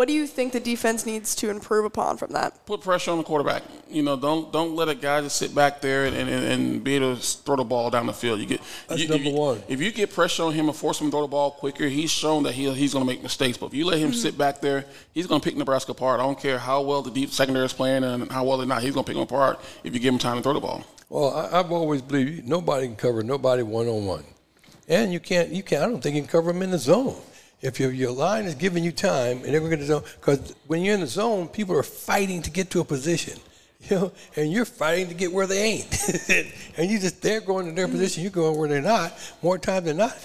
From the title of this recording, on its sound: The Run Live at Hurrdat Sports Bar & Grill